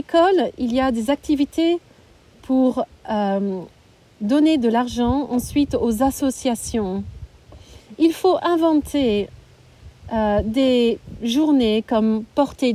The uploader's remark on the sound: happened outside (Covid 19 restrictions)